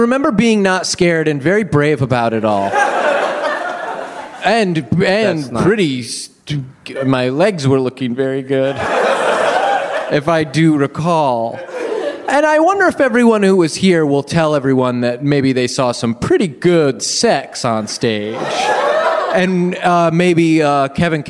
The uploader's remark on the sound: Live at UCB Sunset